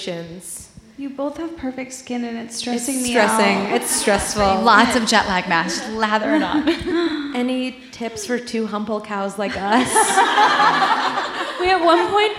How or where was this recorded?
live audience